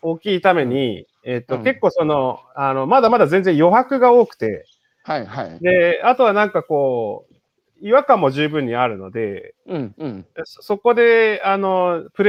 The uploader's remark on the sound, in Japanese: 歩きながら1時間、対談する